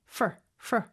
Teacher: 빨리 발음할 때는 FUR, FUR 모음 소리 없이 그냥 FR 소리만 나는 경우가 많아요.